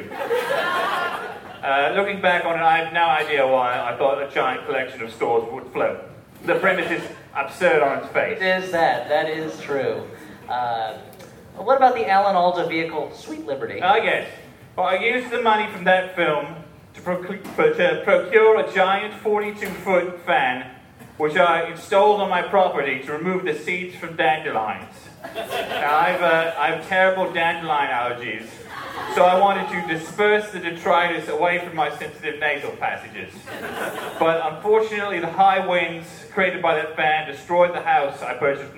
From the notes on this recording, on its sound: LIVE SHOW EXCERPT. A little something extra from our Jaws: The Revenge live screening.